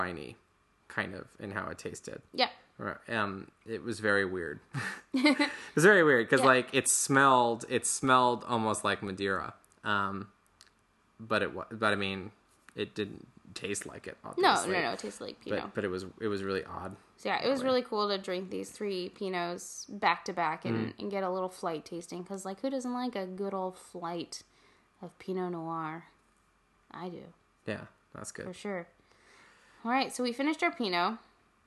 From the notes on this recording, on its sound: There are doggo noises in this episode.